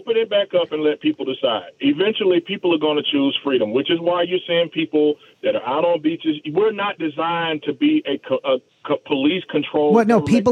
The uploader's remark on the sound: Called in to my SiriusXM show. Called in to my SiriusXM show.